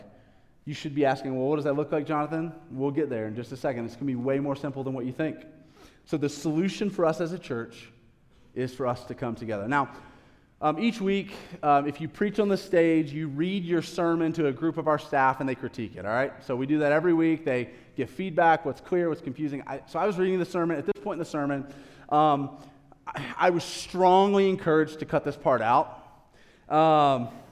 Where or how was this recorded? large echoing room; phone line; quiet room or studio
large echoing room